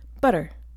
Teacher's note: Now say the word butter really fast, flicking the tongue against the roof of the mouth. Butter. The two T's are just like a flipped Russian R, so use butter to get a running start.